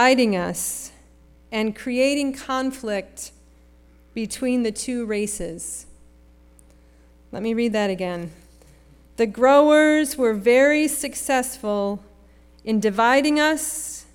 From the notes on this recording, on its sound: Sermon preached at RCHP on May 21, 2023.